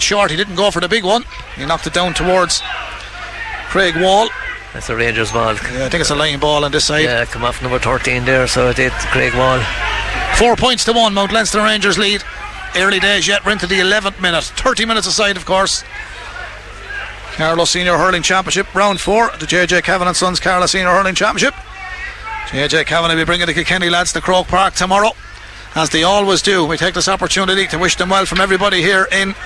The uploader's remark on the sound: We were live in Netwatch Cullen Park